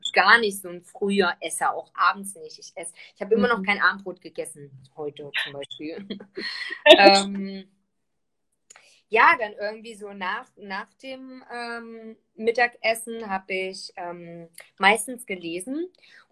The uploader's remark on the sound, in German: die ich auf live auf Instagram geführt habe